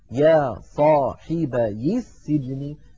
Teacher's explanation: سجني أول حرف فيها سين ساكنة، فالتقى ساكنان فنحذف، عفوا فنحرك الساكن الأول بالكسر فتصير يا صاحبي